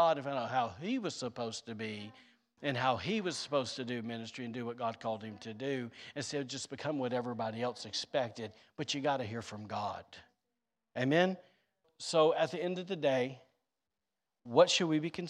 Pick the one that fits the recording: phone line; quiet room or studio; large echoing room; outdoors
large echoing room